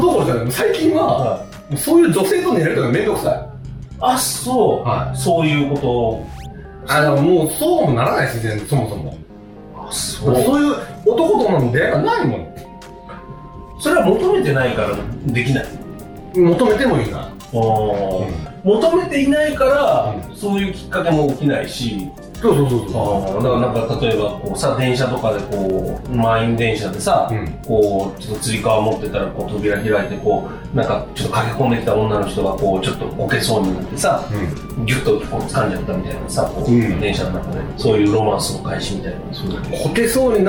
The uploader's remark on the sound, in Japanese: ココ数回の収録はカラオケボックスで行われたのですが。